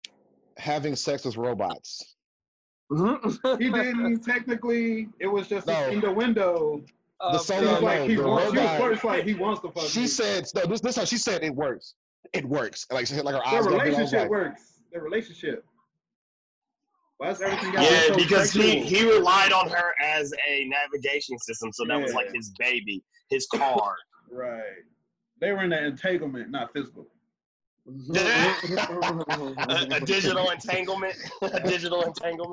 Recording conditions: video call